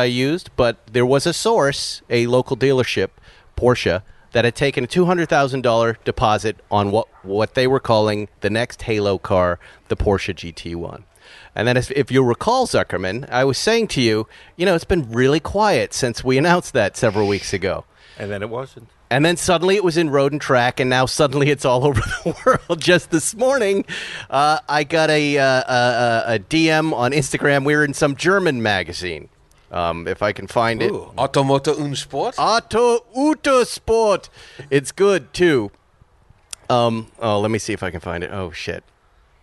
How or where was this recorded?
outdoors